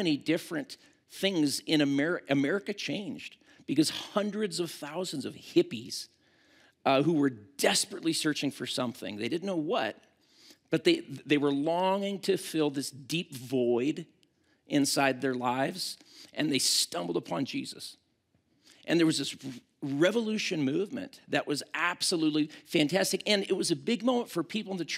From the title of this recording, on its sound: at Timberline Church